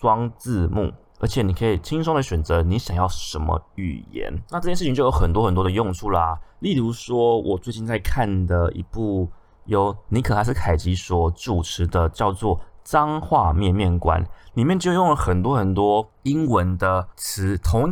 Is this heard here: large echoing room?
no